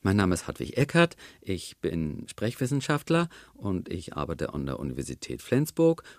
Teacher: Wir steigen viel zu hoch ein und intonieren dann auch noch aufsteigend. · Term: aufsteigende Intonation